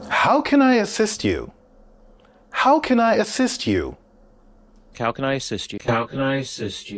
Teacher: listen for the falling intonation at the end of this question